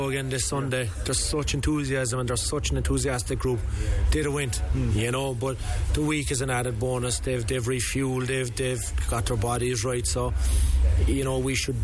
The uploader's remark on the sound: live from Croke Park